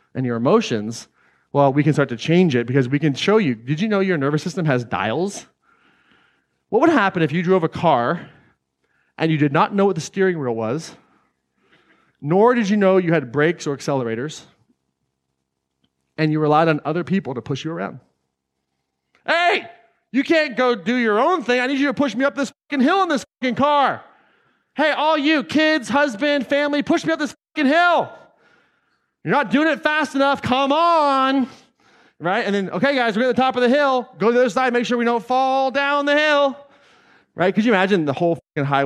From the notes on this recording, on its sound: This excerpt is from Claim Your Power Live 2019 in Atlanta, GA.